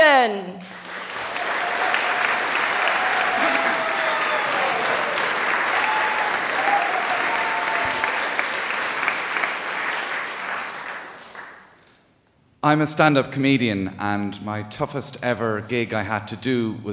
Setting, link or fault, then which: setting, live audience